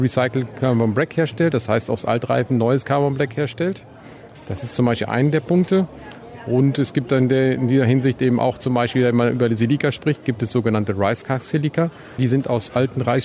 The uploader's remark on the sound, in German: Vortrag auf der zweiten VDE E-MOBILITY CONFERENCE in Bad Vilbel